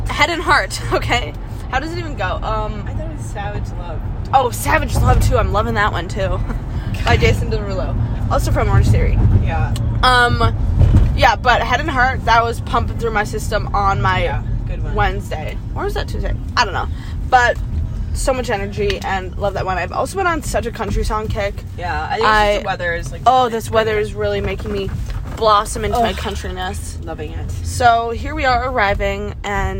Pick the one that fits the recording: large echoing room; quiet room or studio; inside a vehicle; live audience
inside a vehicle